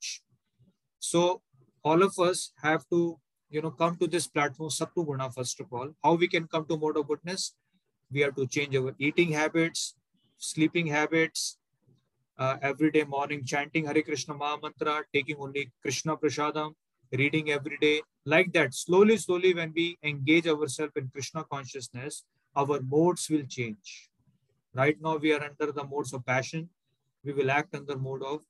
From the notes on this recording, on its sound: Zoom recorded class. HKM, Mumbai.